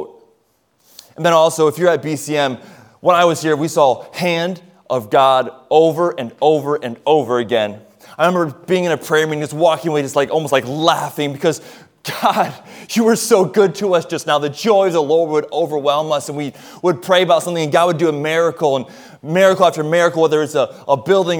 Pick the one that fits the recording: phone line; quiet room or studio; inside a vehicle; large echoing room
large echoing room